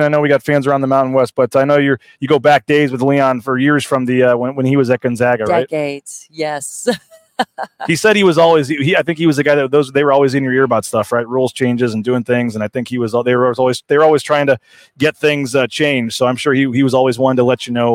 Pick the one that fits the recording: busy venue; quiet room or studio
busy venue